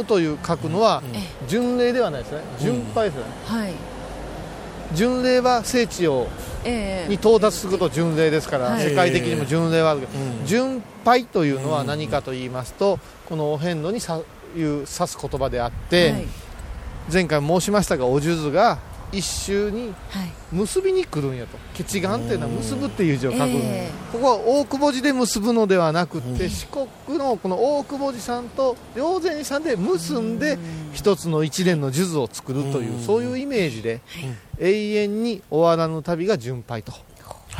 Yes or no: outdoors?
yes